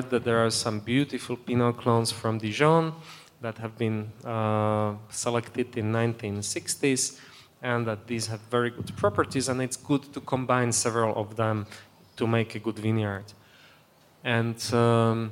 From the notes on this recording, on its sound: On this episode of HRN On Tour, we travel to the Raw Wine 2022 festival in Maspeth, Queens.